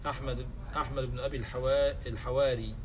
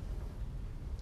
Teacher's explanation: أحمد بن أبي الحواري بفتح الحاء وكسر الراء، ومنهم من يفتح الراء